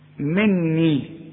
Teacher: النون ايه بقول لك خد بالك انها تغن عشان مشددة